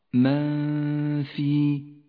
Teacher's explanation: دعوة من الإخفاء في قوله تعالى وله من في السماوات والأرض وله من في، النون الساكنة وبعدها حرف الفاء، تخفى النون بالفاء وتغن بمقدار حركتين ولذلك لونت النون باللون الأخضر. تخرج الغنة من الخيشوم ومن مخرج الفاء متجافيا عنه قليلا، ولما كان حرف الفاء حرف استفال مرقق كانت غنته غنة مرققة.